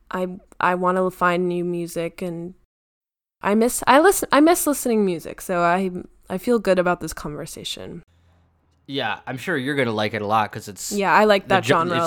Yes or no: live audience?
no